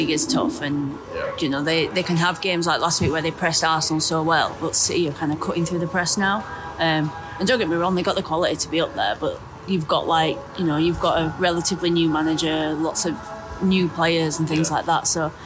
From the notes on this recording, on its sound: This was recorded at half-time of Manchester United vs Manchester City in the Women's Super League.